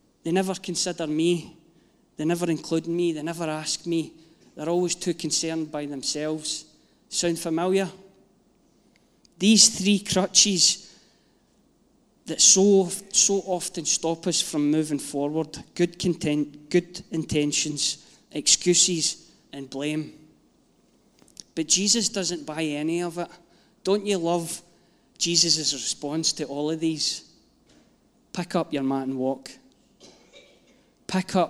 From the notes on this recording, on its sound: Live from our Sunday gathering 03/07/22.